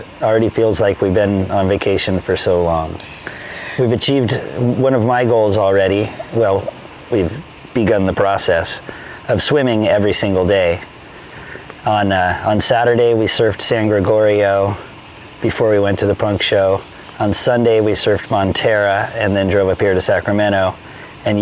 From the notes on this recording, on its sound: Recorded poolside in Sacramento on our third day of travel.